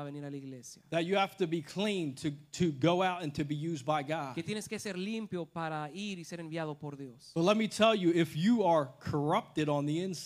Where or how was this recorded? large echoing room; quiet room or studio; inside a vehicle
large echoing room